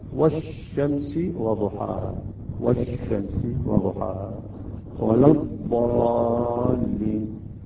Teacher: الغنة، هنا الإدغام يكون بدون غنة فقط، تحذف اللام عند الإدغام، اللام تحذف بالكامل وتكون من جنس الحرف الثاني، يعني إذا نقول والشمس يعني اللام لا أثر لها، والشمس · Term: اللام الشمسية